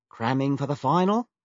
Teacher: Say it with an Australian intonation, going up at the end like a question.